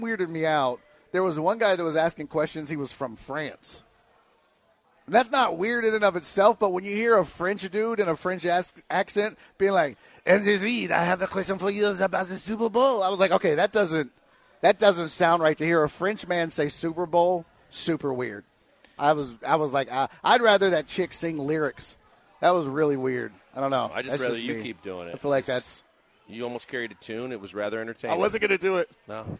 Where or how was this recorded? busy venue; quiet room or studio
busy venue